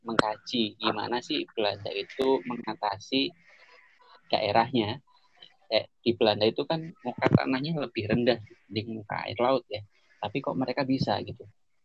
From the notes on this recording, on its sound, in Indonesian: maaf atas kekurangan kualitas audio karena proses dilakukan secara online jarak jauh